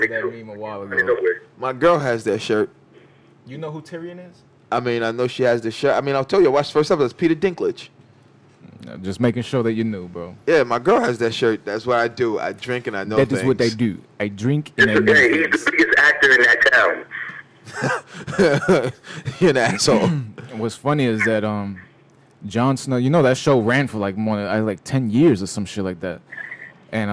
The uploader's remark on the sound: GMB 10/28/2020 Phone Call.